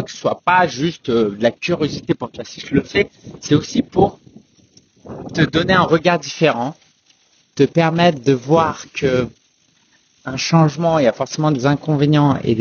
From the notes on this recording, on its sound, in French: Excuse-moi pour la qualité du son, j’ai enregistré cet épisode en extérieur avec du vent.